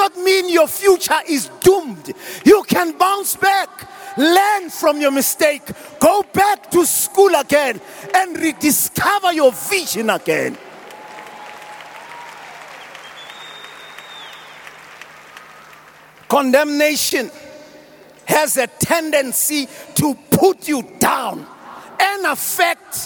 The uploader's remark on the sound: preached at the Annual Good Friday Celebration held at Orlando Stadium at the Youth Service on the 08th of April 2023